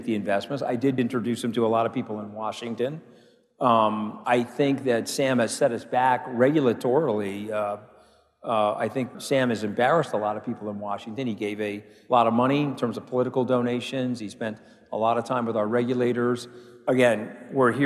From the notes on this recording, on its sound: A Consensus 2023 panel